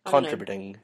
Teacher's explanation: Japanese style, like completely equal emphasis on all syllables